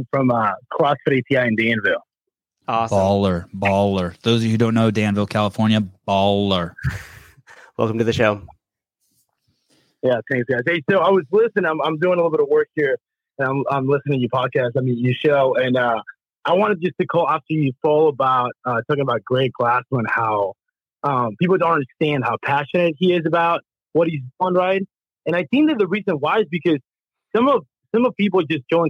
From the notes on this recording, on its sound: CrossFit Affiliate Call In Show.